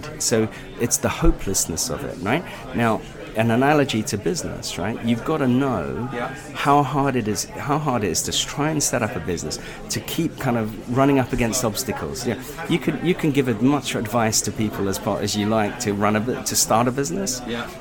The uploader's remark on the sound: In this live interview at "The Arts Club" Dover Street.